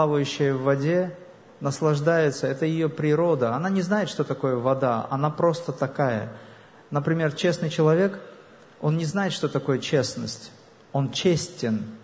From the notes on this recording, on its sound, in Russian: лекции, прошедшей в Баку на международном фестивале духовных и телесных практик "Nine Senses Fest"